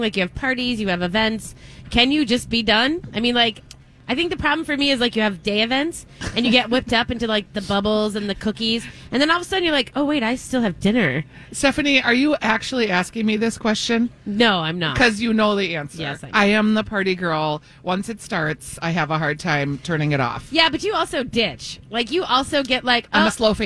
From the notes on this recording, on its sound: live at Surdyk's!